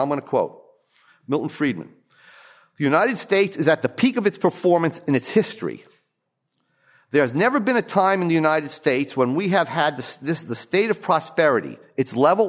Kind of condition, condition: setting, large echoing room